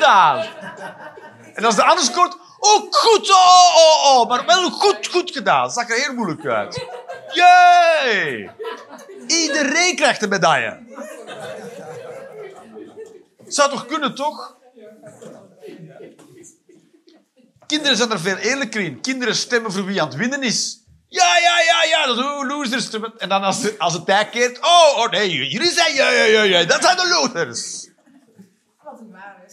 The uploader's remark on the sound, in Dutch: Live 11 Oktober 2023, bij ComedyhuisClub, Utrecht.